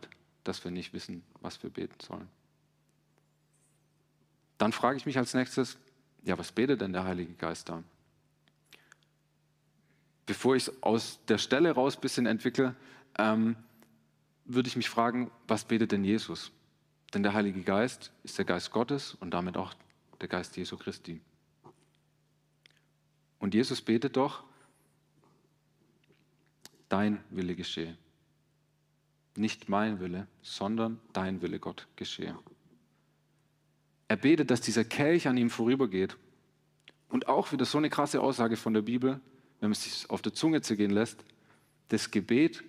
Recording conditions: large echoing room